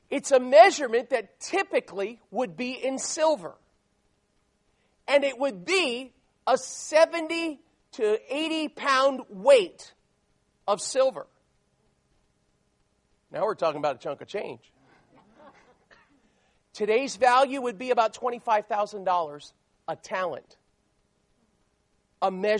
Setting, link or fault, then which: setting, large echoing room